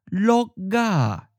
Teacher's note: carry over the K ending and it becomes a voiced G sound.